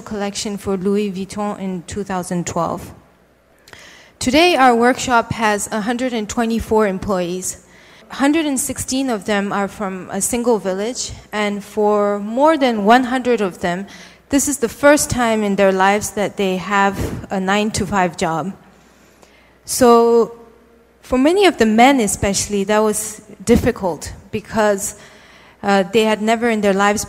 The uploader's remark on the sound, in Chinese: 一席现场